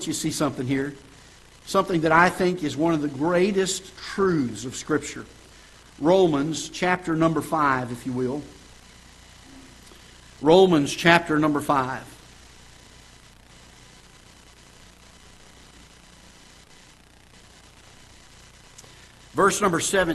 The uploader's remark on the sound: Ketha Heights Baptist Church ~ Live Broadcast